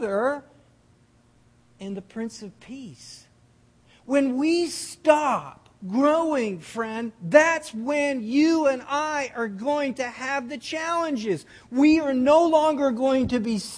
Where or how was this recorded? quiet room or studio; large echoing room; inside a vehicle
large echoing room